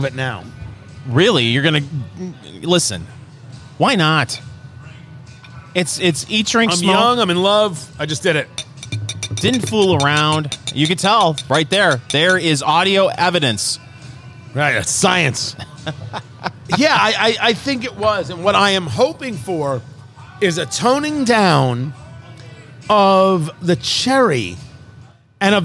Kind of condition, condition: setting, busy venue